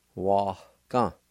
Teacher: right between the A and G, there's a faint H sound, or it's aspirated